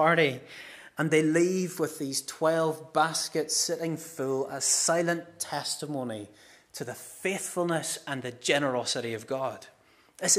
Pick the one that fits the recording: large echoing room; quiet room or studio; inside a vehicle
large echoing room